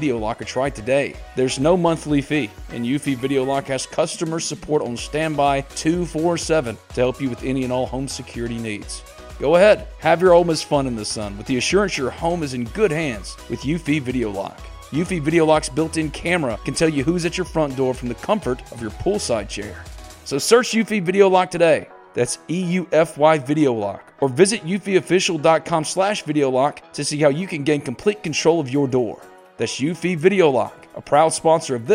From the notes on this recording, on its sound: On the Modern Woodmen phone line.